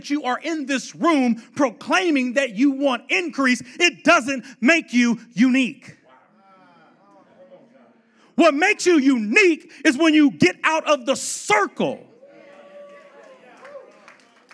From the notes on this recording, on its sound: the 2018 L3 Conference segment